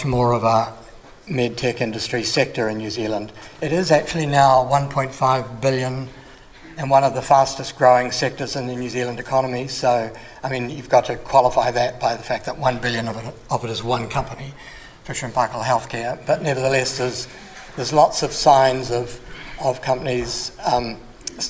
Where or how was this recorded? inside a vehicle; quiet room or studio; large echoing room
large echoing room